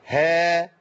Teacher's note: والهاء تمد بمقدار حركتين